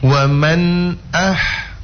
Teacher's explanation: Ini huruf ha sukun. Huruf ha sukun itu cuma angin yang keluar ya, angin ya.